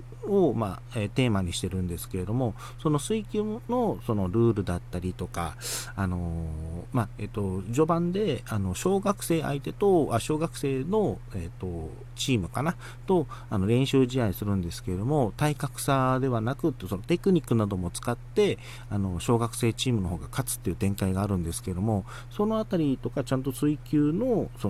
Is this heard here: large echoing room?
no